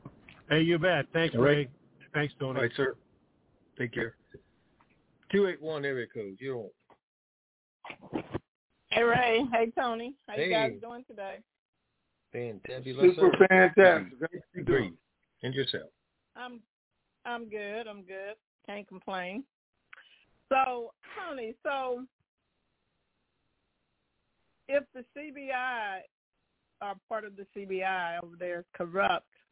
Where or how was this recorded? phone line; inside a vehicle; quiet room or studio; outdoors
phone line